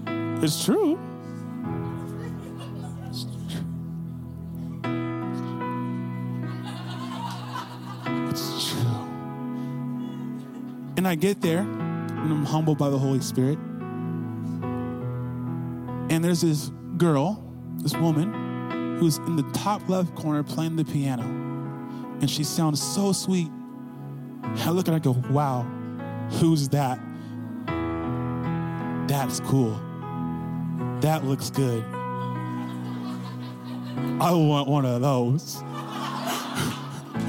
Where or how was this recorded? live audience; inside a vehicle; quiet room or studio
live audience